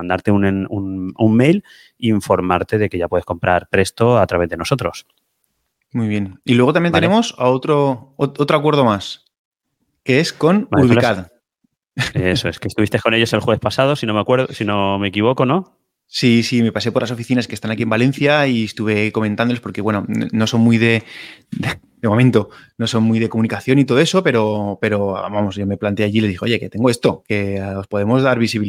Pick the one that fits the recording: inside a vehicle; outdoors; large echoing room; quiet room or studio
quiet room or studio